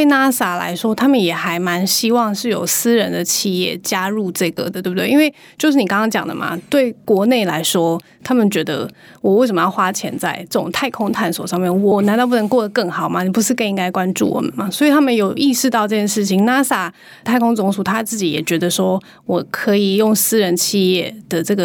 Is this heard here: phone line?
no